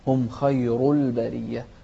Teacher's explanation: التفخيم في الخاء والراء